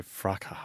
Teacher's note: But they say fraca with a silent S.